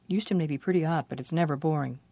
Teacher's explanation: The least stressed words are may, be, but, and it's.